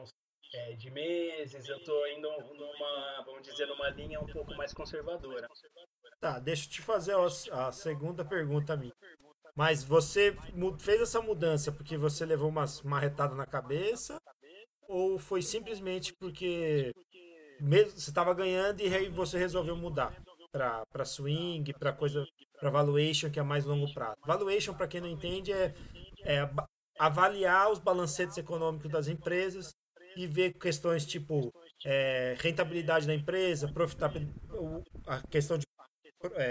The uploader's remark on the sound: A qualidade do som esta horrivel mas nao queria deletar o episodio pela qualidade do conteudo.